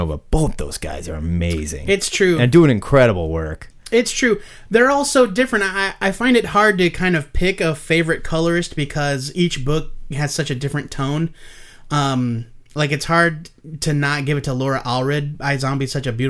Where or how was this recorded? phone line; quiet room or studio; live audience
quiet room or studio